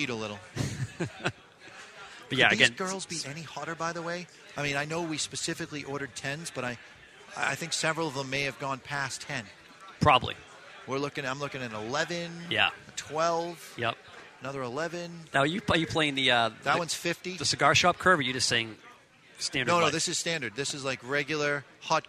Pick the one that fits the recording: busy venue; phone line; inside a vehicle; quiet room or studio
busy venue